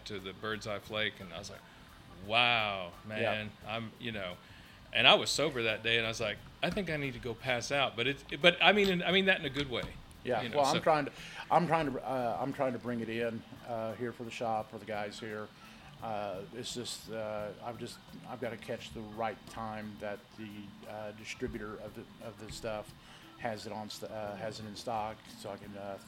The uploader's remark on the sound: Live from the Tobacco Pouch in Tulsa, OK. Our 1st live recording from a cigar shop.